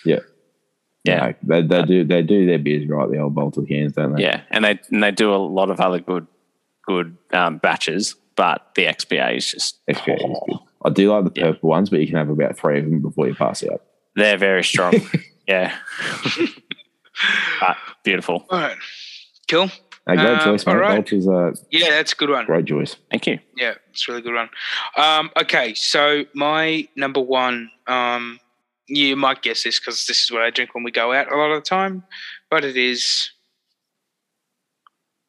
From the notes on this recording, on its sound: we decided to try and do this episode over Zoom